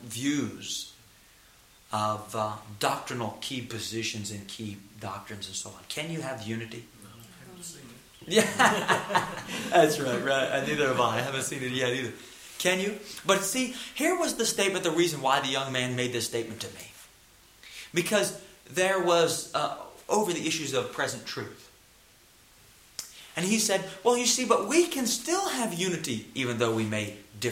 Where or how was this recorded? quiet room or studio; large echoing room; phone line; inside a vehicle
large echoing room